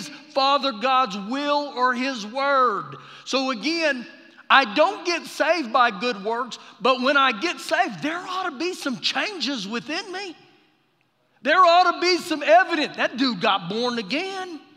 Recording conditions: live audience